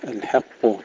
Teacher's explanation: الحق ترقيق الحاء تفخيم القاف